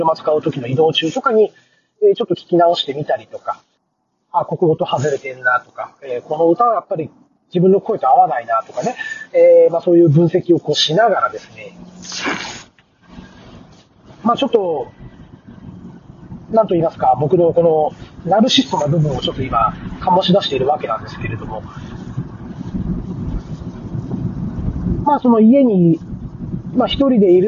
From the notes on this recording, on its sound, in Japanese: 今回も車の中から収録した分を配信致しました。走行音もそうですが、マイク付イヤホンでの声がかなり聞き取りにくいかもしれません・・・。